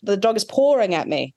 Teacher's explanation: An intrusive R might be, for example, in words like pawing, like P-A-W, I might say the dog is pawing at me.